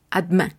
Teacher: esta E que se encuentra al lado de la D la pronunciaremos muy tenue